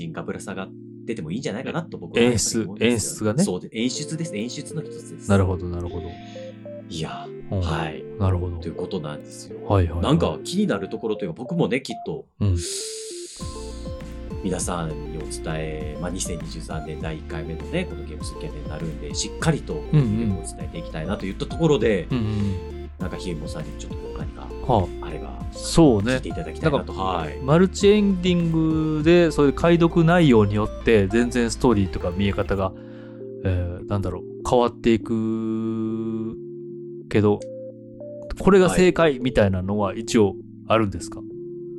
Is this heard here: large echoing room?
no